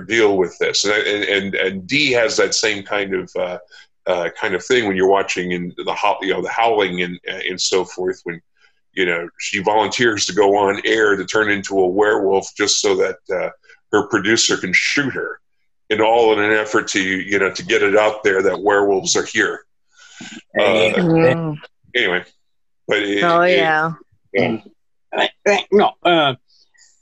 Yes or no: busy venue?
no